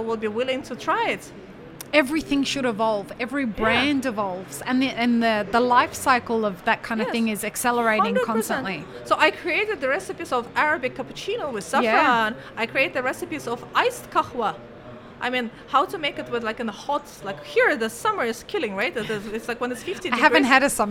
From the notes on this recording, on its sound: Live-streamed from the show floor at World of Coffee Dubai 2024.